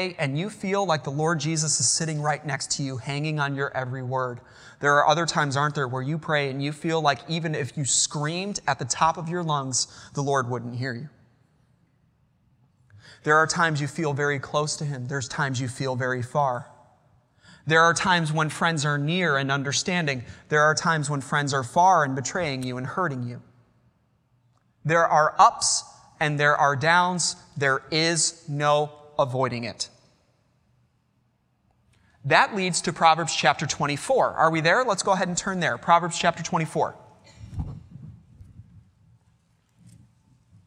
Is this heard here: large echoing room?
yes